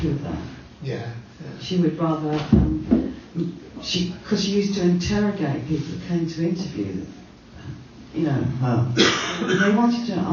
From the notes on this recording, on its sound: Recorded in front of a live audience at Rough Trade, Nottingham.